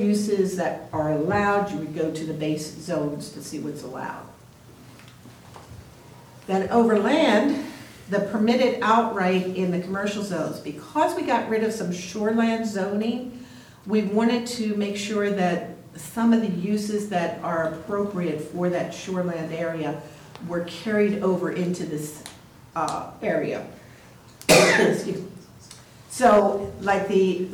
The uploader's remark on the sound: Live recording of Astoria City Council, March 4, 2019.